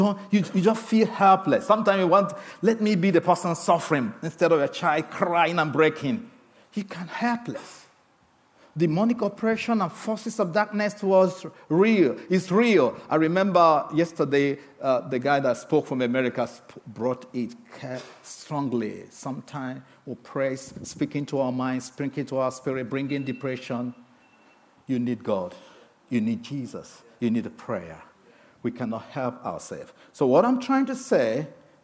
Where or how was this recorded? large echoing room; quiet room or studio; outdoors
large echoing room